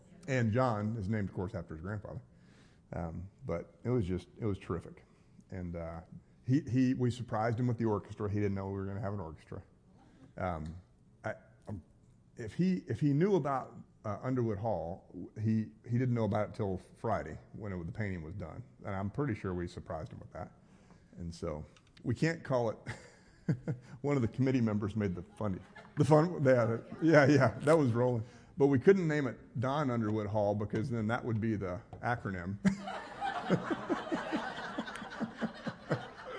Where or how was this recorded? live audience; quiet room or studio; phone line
live audience